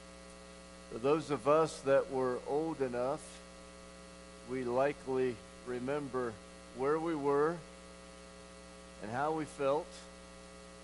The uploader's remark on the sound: Woodland Life Church Live.